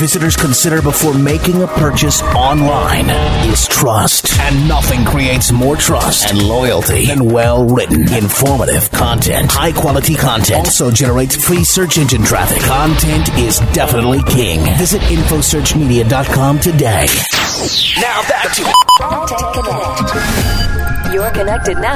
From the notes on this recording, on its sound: LIVE from the floor of ad-tech New York.